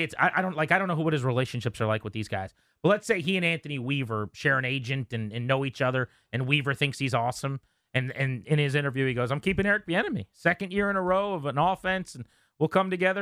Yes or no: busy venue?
no